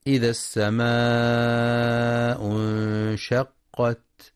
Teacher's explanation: ينتبه القارئ في كلمة السماء للمد المتصل الواجب، يمد في رواية حفص من طريق الشاطبية بمقدار 4 أو 5 حركات وجوبا